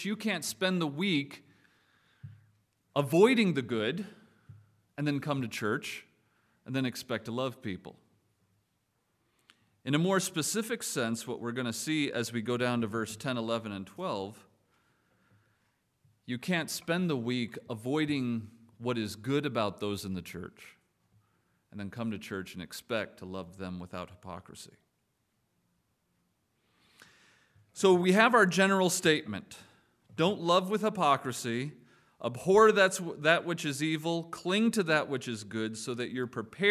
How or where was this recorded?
large echoing room